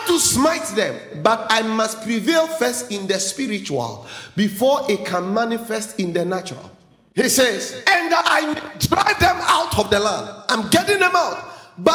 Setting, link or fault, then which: setting, large echoing room